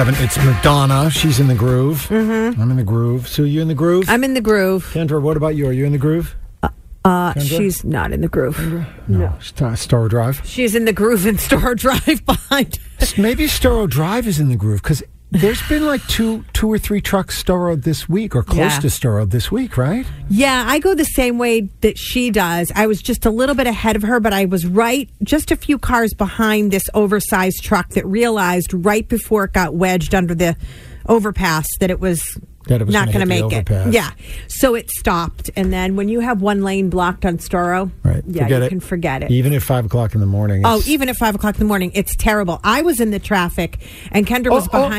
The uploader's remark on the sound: One of our listeners, who is a truck driver called